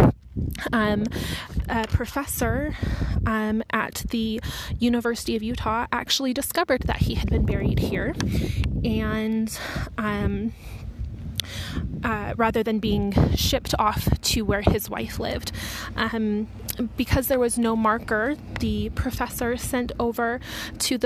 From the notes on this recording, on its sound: Walking tour of the Salt Lake City Cemetery.